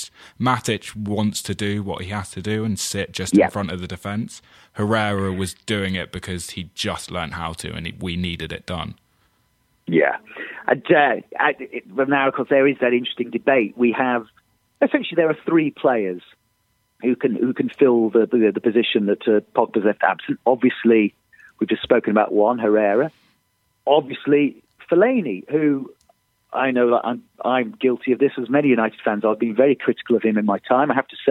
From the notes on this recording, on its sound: on the phone